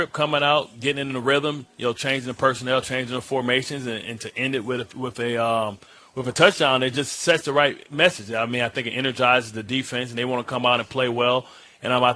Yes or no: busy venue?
yes